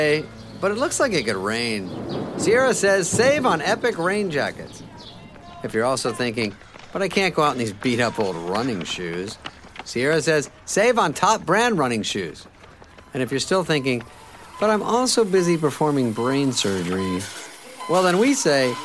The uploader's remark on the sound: Pause beside a roaring and refreshing mountain stream